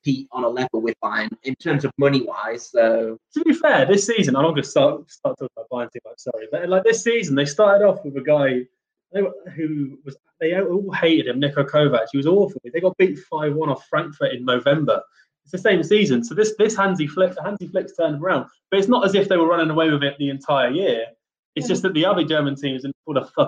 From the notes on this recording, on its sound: some audio issues